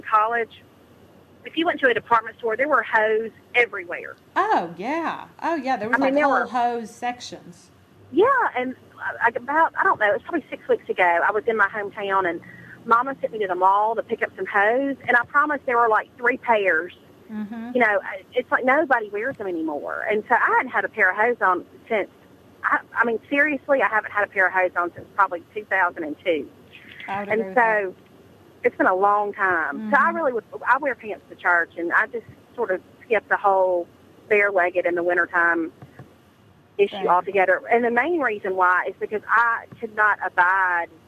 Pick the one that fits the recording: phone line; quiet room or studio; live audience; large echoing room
phone line